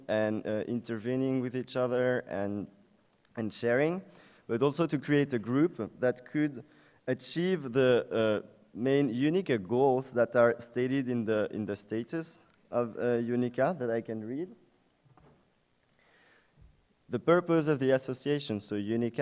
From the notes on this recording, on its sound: at the UNICA Student Conference 2014, UNIL